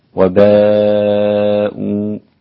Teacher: كلمة باءوا تحتوي على مدين، مد متصل أربع حركات عند كل القراء ما عدا حمزة وورش ست حركات